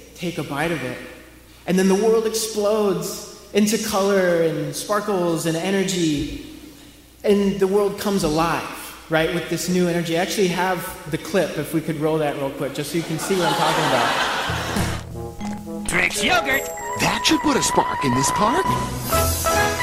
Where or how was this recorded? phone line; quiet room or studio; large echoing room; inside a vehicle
large echoing room